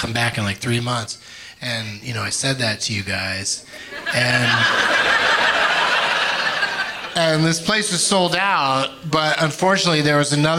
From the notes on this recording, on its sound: Live from Hyena's Comedy Club in Dallas